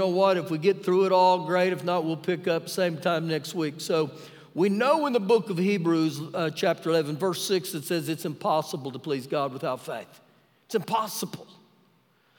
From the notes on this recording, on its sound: Recorded live during our Wednesday night service.